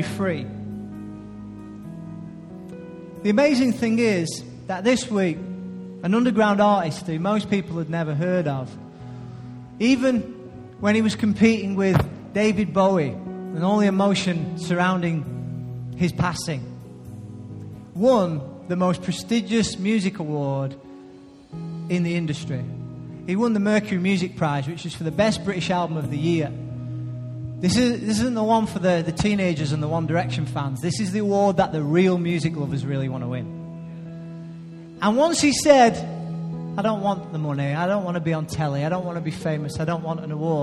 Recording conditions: large echoing room